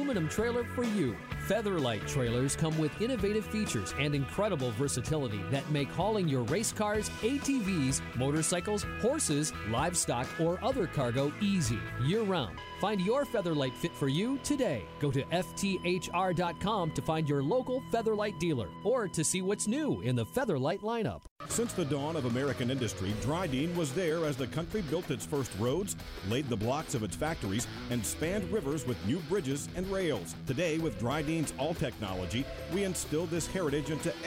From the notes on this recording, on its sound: LIVE at the AGCO Jackson Nationals